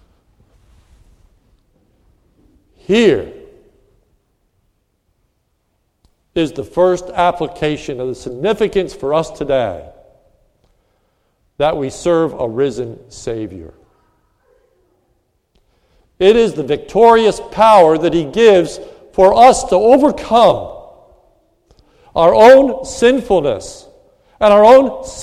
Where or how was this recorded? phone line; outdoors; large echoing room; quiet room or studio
large echoing room